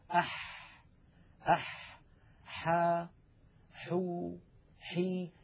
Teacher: الحاء أيضا يا إخوة من وسط الحلق، أح أح حا حو حي، لاحظوا البحة الموجودة في الحاء الفصيحة، أح بسم الله الرحمن الرحيم، الرحمن، الحمد لله، هكذا صوت الحاء الفصيحة بعيدة عن أي حرف آخر.